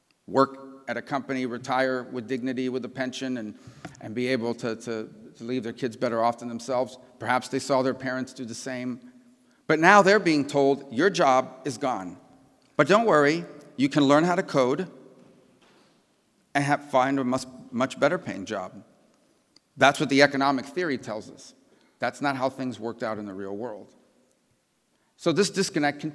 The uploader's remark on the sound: keynote address at the Miami National Conservatism Conference on September 12, 2022.